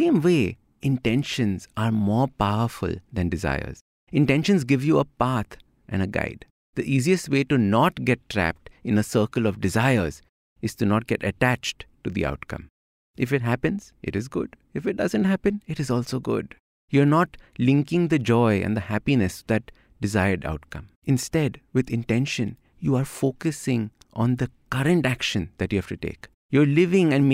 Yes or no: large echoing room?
no